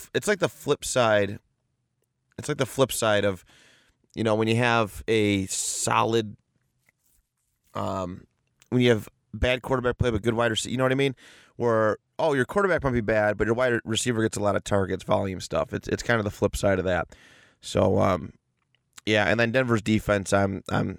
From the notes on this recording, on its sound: In Indianapolis for this week’s fantasy episode, recording out of his car after a night of hijinks.